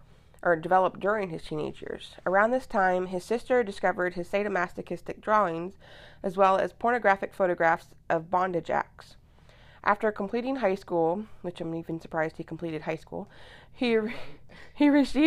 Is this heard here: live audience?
no